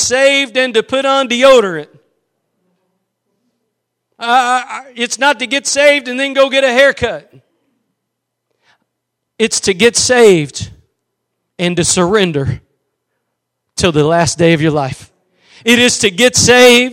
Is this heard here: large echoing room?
yes